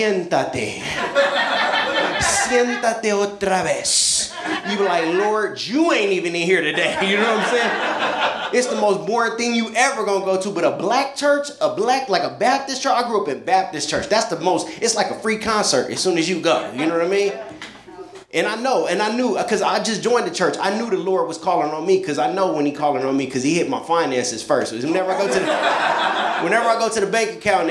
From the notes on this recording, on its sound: A hysterical live stand-up comedy show.